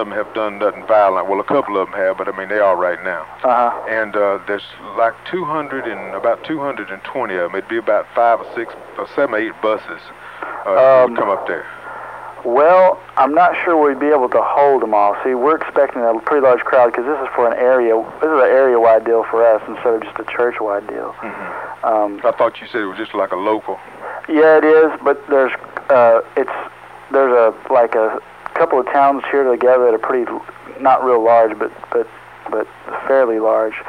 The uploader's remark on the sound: RBCP's Personal Prank Phone Calls Collection